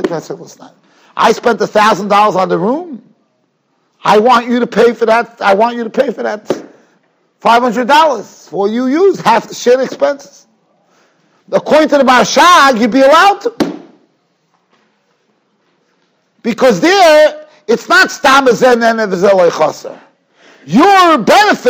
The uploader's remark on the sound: Shiur recorded in Yeshivas Ohr Reuven, Monsey, NY.